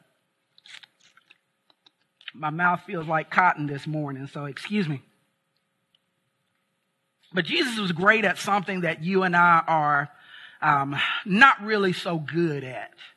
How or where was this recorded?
large echoing room